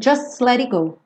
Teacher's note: just do S já vai direto pro let